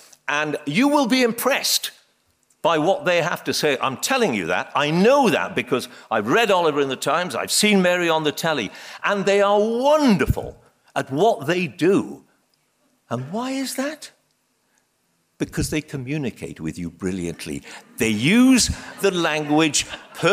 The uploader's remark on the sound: This was originally recorded at The Royal Geographic society on the 5th March 2014 in London.